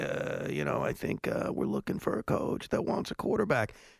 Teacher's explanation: he does the vocal fry thing where you try to sound smarter than you are